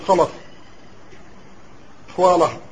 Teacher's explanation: بعض القراء مثلا يفخم اللام دائما وبالأخص إذا جاورت الخاء، مثل بعض القراء منها القصين عندهم اللام إذا كانت في كلمة فيها الخاء يفخمون اللام، مثل يقولون خلص خواله، هذه لغتهم لهجتهم.